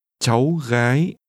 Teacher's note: This is pronounced with two rising tones.